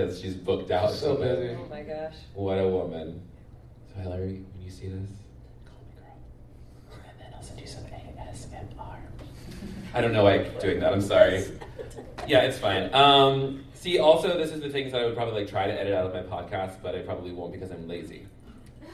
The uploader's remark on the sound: Live from QCF!